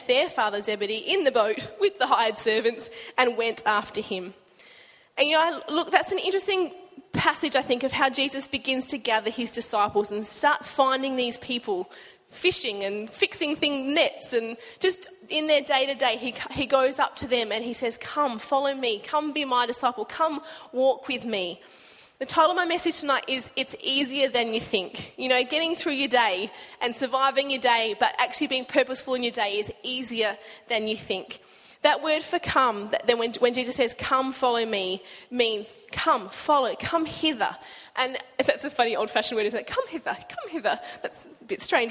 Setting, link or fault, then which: setting, large echoing room